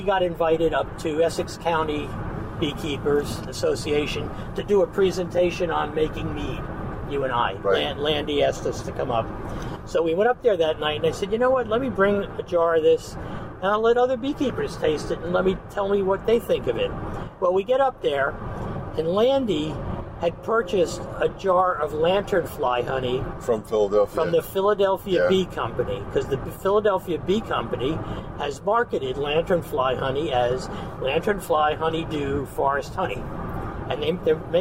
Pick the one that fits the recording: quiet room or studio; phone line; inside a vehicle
inside a vehicle